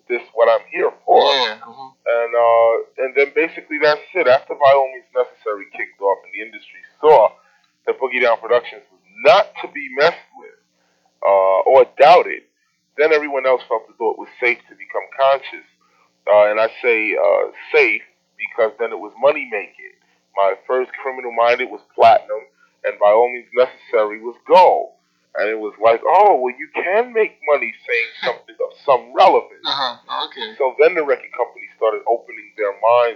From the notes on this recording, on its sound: They are raw, of the moment, audio captured on the fly. Part one was done as a phone interview from the studios of WRBB while part two was recorded live backstage at a club called The Channel (a famous spot in South Boston).